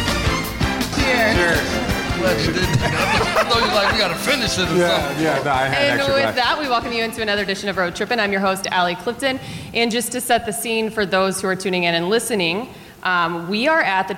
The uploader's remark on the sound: A LIVE edition of RT at the 2017 FOX NBA/NHL Seminar in Palos Verdes. After a Q&A, we decided to bring up former players turned NBA analysts for a little fun. Short and sweet we allowed a room full of Broadcasters, Producers, Directors, Coordinating Producers and Executive Producers get an inside look at what RT is all about.